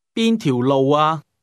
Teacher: That expression began with a high level tone.